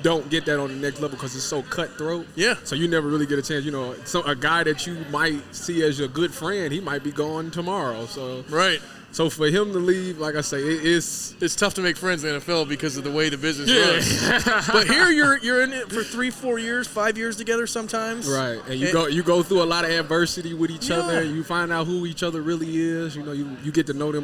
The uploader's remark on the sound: a live Friday night recording from the Lane and High location of Buffalo Wild Wings, the official sports bar of Eleven Warriors